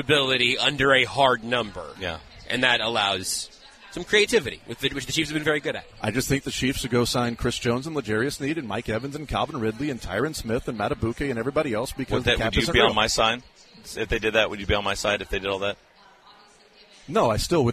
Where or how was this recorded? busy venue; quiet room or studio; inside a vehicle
busy venue